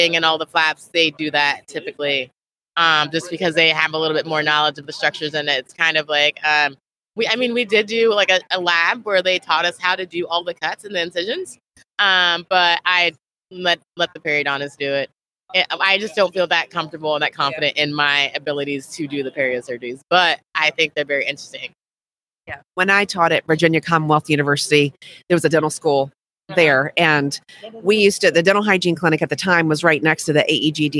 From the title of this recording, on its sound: LIVE from Smilecon